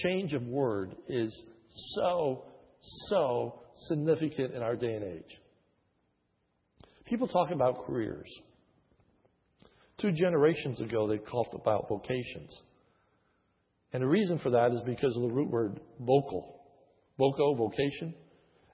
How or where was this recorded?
large echoing room